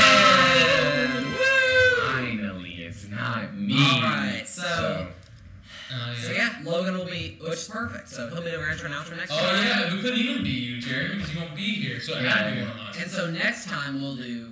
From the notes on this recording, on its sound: Sorry for the bad audio quality, we had some mic issues.